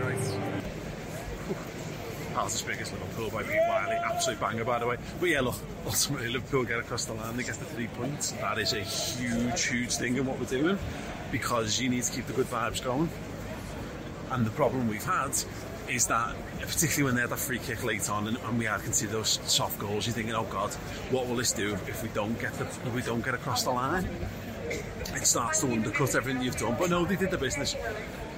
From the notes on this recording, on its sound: live from Anfield